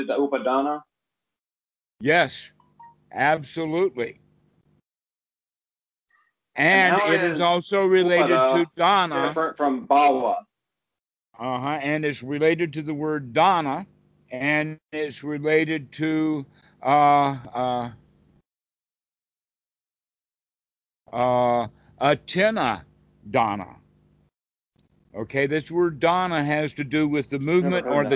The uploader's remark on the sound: Skype calls.